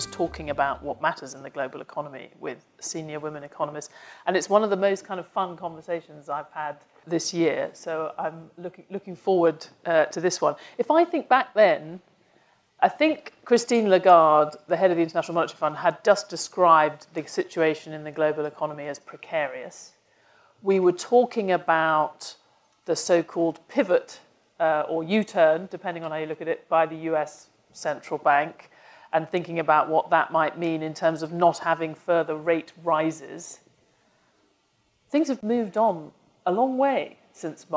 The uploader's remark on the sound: live panel discussion this week in London